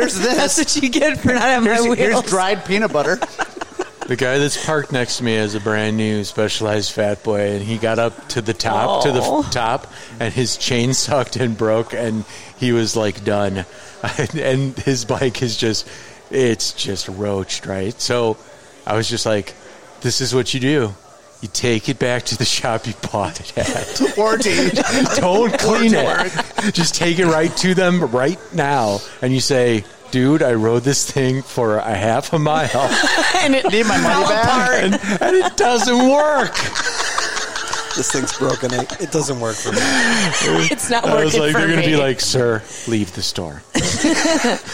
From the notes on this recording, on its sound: the Danger Gnome Podcast took a field trip out to Lake Geneva to do our best imitation of a bike racer and to record this bit of podcasting